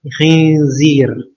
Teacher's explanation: Tapi di sini juga khinzir nun ketemu zai ikhfa khinzir, ya. Jadi bacanya bukan izhar tapi ikhfa, disembunyikan